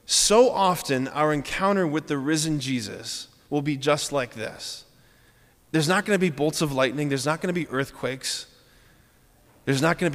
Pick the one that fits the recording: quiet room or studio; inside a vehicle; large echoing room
large echoing room